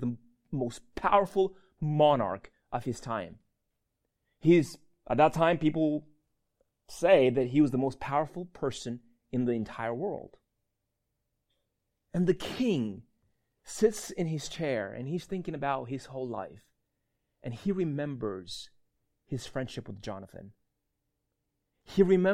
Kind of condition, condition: setting, large echoing room